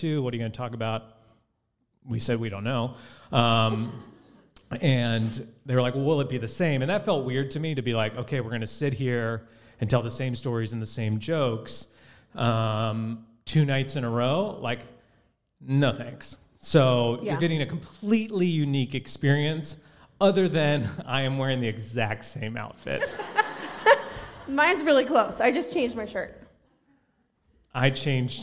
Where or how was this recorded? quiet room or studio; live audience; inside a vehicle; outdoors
live audience